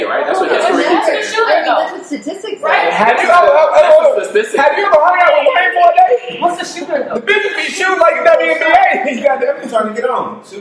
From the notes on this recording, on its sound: This Episode is the first of a 4 part episode that we recorded at Family Brunch.